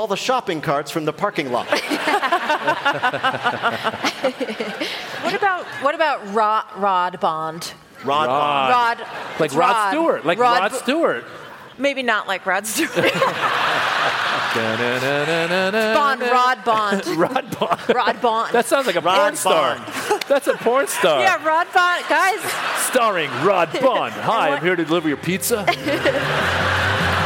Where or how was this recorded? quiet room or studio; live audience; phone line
live audience